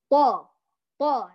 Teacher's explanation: حرف الطاء لا يخرج معه هواء، لأنه لو خرج معه هواء هذا يدل أنه ضعيف، لكن الطاء لا يخرج معه هواء لأنه حرف قوي.